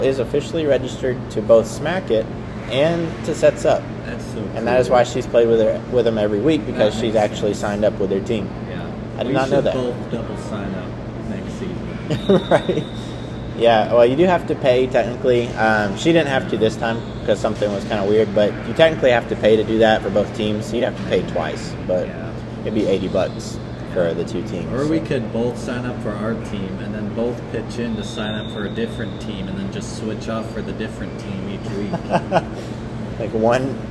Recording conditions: phone or laptop microphone